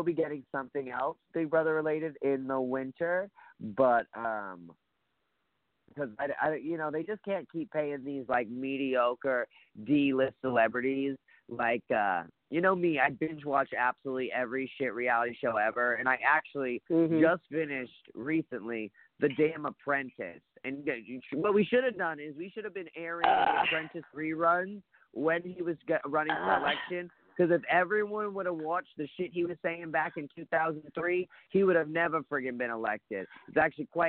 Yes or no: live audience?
no